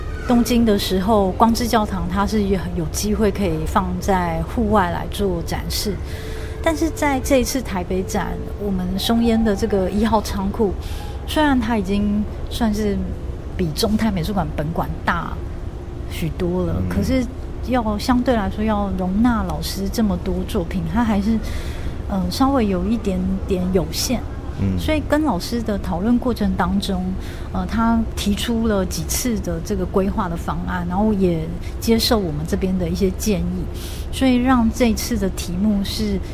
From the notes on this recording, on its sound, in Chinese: 跟著〈忠泰美術館〉總監看「挑戰 安藤忠雄」展。而透過現場訪談，希望讓大家彷彿也身歷其境地逛了一場展覽。